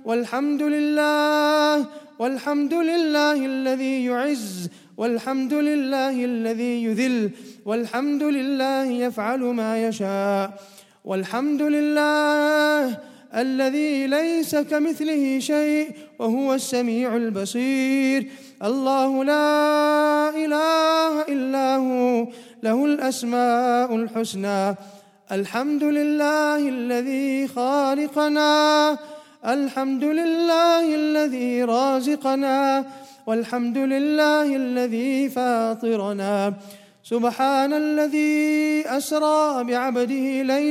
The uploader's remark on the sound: at the Houghton Masjid (West Street)